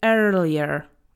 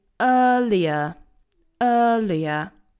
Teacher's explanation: In this word, in general British English, we don't pronounce any of the letters R. · Shown in: second take · So we don't say earlier, okay?